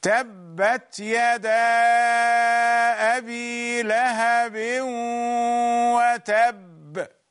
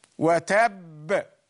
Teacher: The vibration will be more stronger and stronger when the vibrated letter is at the end of the word. And also it is doubled. يعني مشدد. عندما يكون الحرف في نهاية الكلمة ولكنه مشدد، ففي هذه الحالة تكون القلقلة أقوى وأقوى.